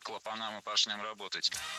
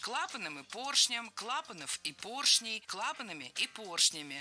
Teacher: Должно быть клапаном и поршнем, так как перед нами слова с неподвижным ударением на основе. И в них ударение всегда падает на первый слог. · Shown in: second take